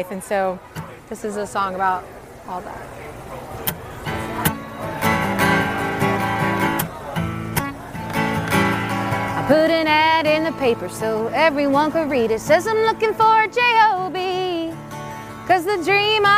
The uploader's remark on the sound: Live from Mile 0 Fest in Key West. Recorded in front of a Live audience at Smokin' Tuna Saloon in Key West, FL.